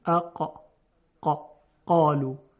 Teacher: اما اون پدیده‌ای که باعث میشه صدای قاف درشت بشه اینه که علاوه بر اقصر لسان که به طرف بالا رفته و مخرج قاف هست، ریشه زبان یا بن زبان هم به طرف بالا کاملا خودشو کشیده و این باعث میشه که صدای قاف مفخم بشه و استعلا پیدا بکنه · میبینید که سر زبان به طرف بالا نرفته و فقط اقصر لسان بالا هست.